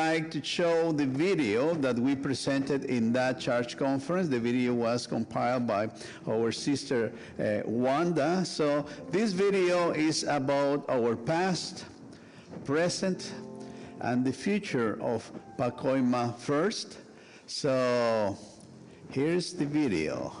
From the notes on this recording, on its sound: Sunday worship service of First United Methodist Church of Pacoima, recorded live. We are located at 12550 Van Nuys Blvd.